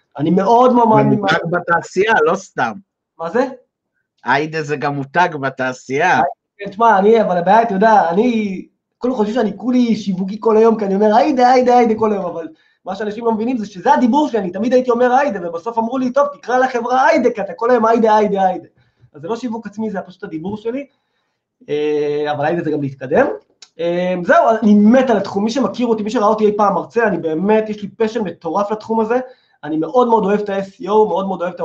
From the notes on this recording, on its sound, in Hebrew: הקלטה מתוך וובינר שהועבר בקבוצת מקצועני פרסום בדיגיטל